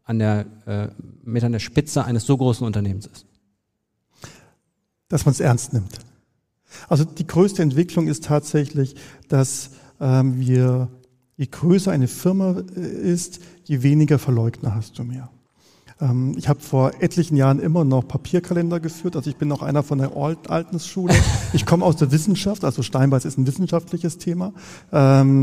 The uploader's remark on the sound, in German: Spezialfolge Live vom Online Marketing Day. Die Folge wurde mit live Publikum beim Online Marketing Day 2023 in der Soester Stadthalle aufgezeichnet.